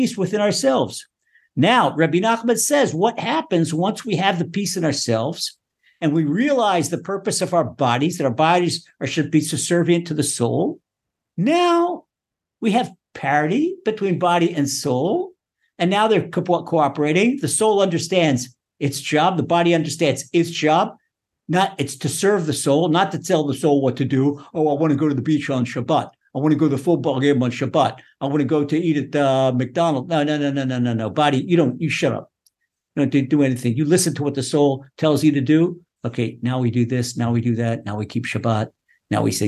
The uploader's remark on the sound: Recorded via TORCHzoom.